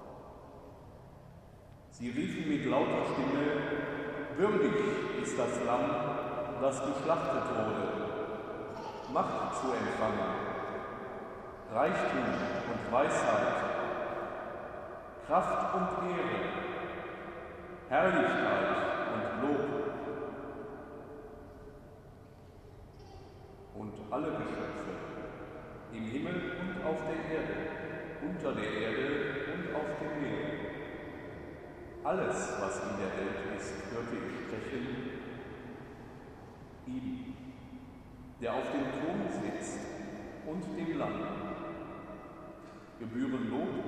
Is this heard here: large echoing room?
yes